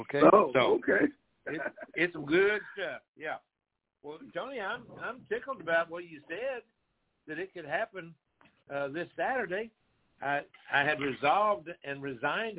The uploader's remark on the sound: TNTSuperfantastic Conference Call